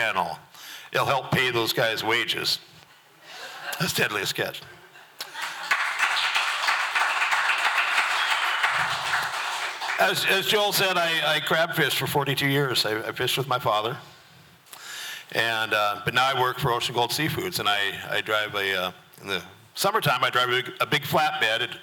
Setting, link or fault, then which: setting, busy venue